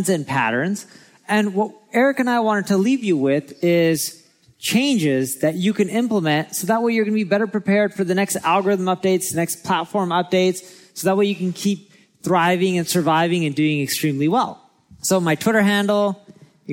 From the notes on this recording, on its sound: recorded at our Marketing School Live event in LA